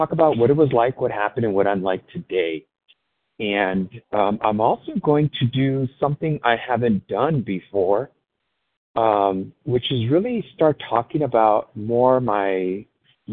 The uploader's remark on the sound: 100 Pounders Phone Meeting